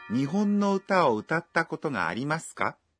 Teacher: A frase deve ser falada com uma entonação ascendente no final.